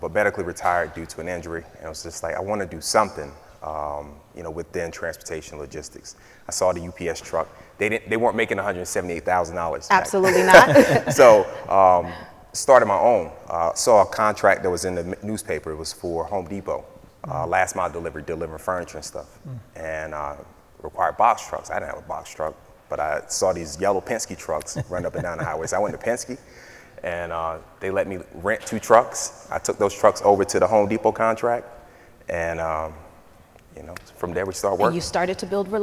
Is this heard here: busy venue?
yes